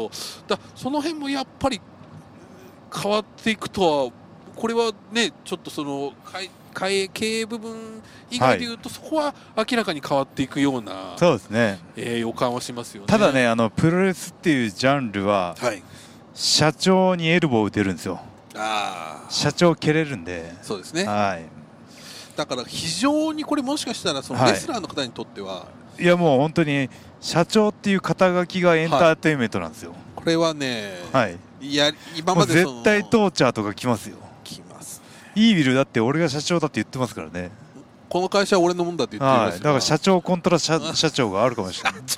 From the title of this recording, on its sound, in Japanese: タクシー移動中に緊急収録